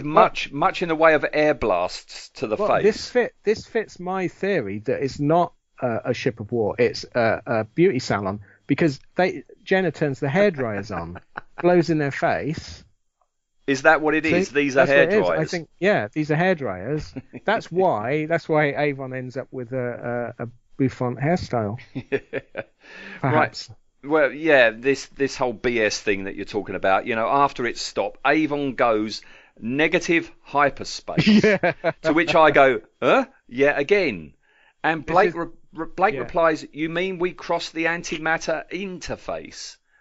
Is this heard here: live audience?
no